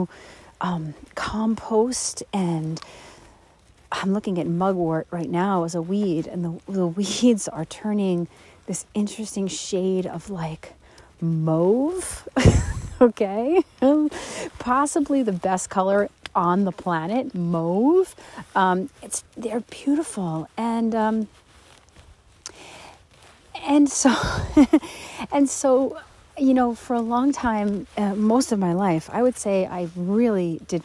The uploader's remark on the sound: Enjoy the sounds of nature in this episode as I hike through the rain with my beloved Newfoundland dog while we're both smelling all the smells!